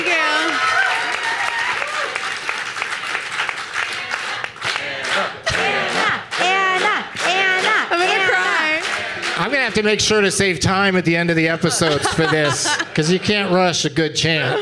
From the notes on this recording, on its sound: Live from the Gateway Theatre as part of San Francisco Sketchfest